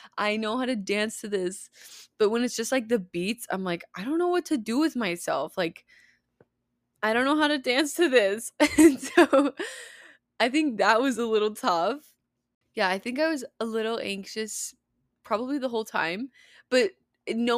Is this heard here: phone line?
no